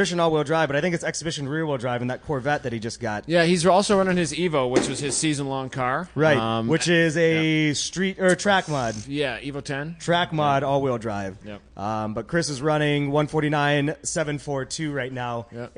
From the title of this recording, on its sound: Live from #GRIDLIFE TrackBattle Round 5 - Part 2